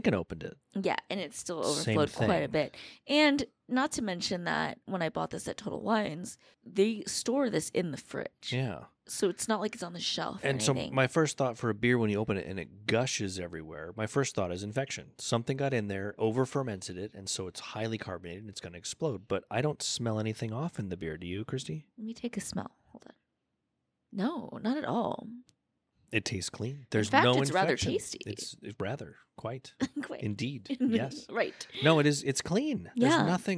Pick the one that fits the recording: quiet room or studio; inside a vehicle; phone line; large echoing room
quiet room or studio